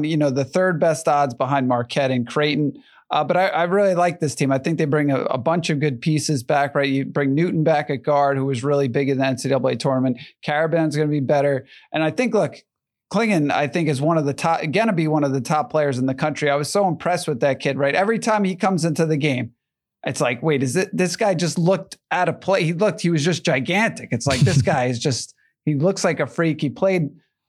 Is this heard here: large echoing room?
no